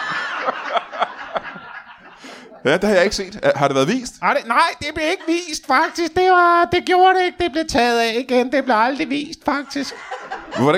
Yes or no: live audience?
yes